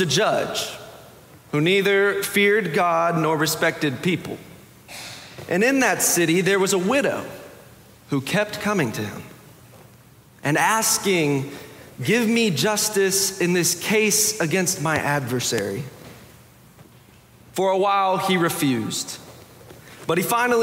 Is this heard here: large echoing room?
yes